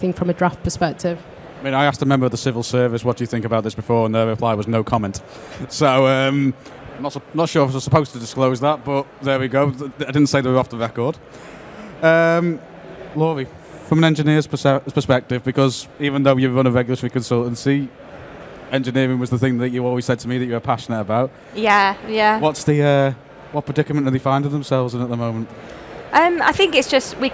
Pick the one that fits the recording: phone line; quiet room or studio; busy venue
busy venue